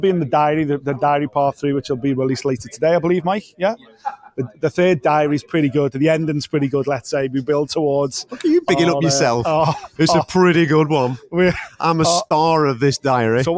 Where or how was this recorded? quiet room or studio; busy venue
busy venue